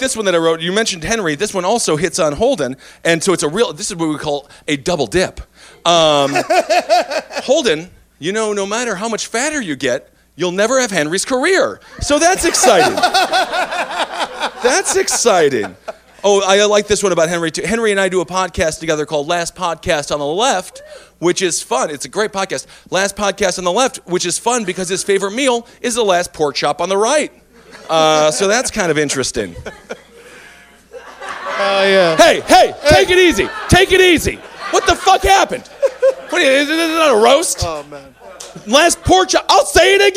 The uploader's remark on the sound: on this very special live episode